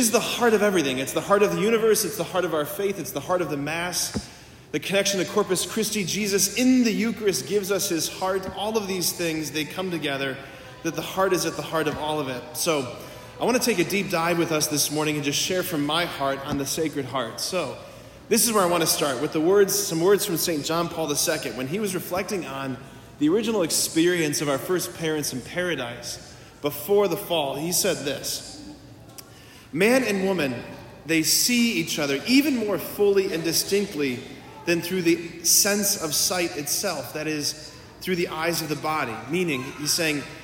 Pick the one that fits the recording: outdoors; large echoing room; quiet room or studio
large echoing room